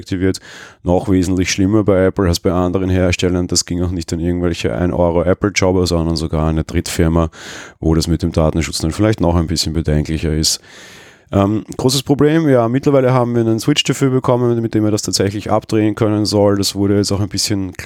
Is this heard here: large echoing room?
no